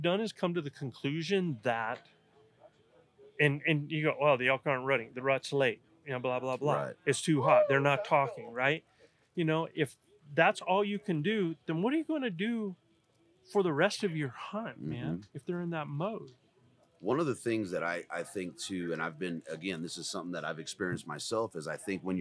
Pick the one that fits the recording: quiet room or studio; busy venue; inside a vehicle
busy venue